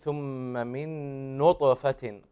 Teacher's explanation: قلق الحرف الطاء في هذه الكلمة نطفة، أظهر القلقلة